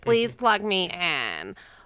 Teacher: a certain type of woman from Los Angeles who talks like her voice is running out of batteries. They call it the vocal fry.